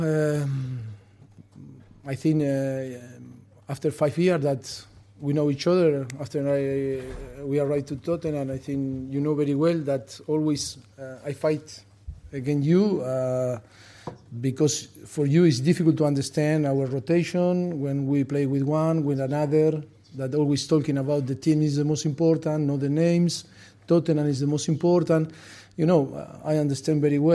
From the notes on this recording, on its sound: POST MATCH PRESS CONFERENCE